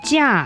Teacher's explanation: 价 is the fourth tone, goes down.